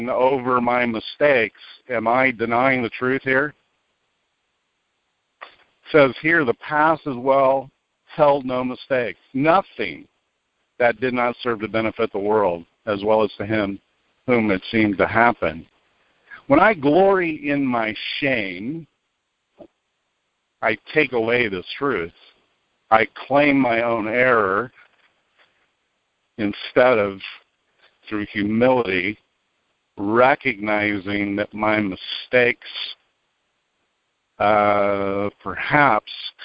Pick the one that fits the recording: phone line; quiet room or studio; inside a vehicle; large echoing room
phone line